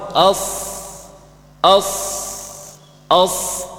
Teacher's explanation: Sad ujung lidah, gigi seri bawah. Cara mengucapkannya dengan isti'la.